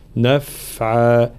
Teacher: الانتباه خاصة إلى حرف الفاء في صفة الرخاوة في كلمة نفعا، فلا نقول نفعا، لا، الفاء هنا لابد من جريان الصوت حال سكونها